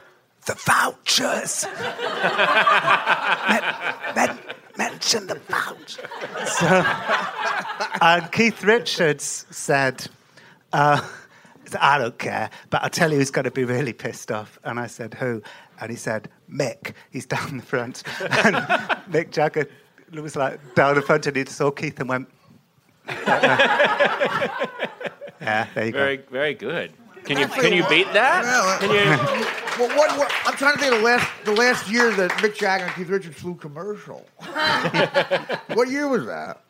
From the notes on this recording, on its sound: Walked into a bar in Brooklyn and, in front of a packed crowd of drunks, argued about the news with some of the funniest, smartest people in New York.